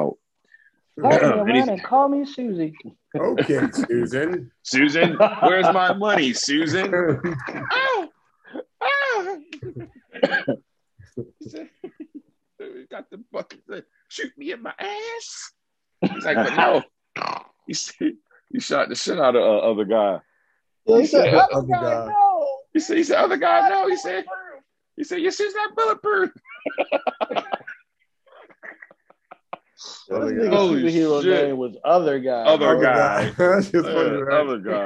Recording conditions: video call